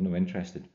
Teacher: do you notice how I dropped the T there? No interested instead of not interested.